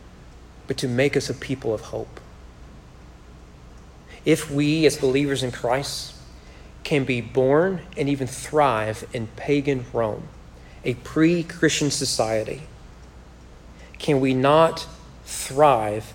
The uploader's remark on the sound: Sermon was preached at Corinth Baptist Church in McQuady, KY on March 22, 2021 during their Man Up Monday event.